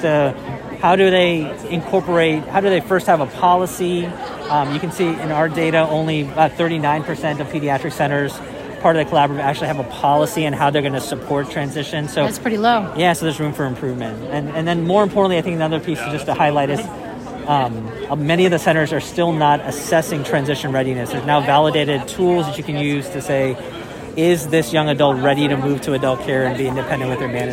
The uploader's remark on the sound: recorded during the ADA 2023 Conference